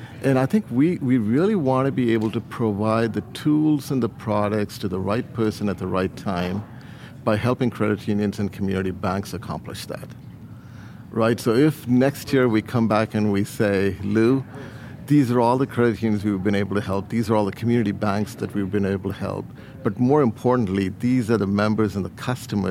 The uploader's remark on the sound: LIVE FROM MONEY 20/20. In this episode from Money 20/20.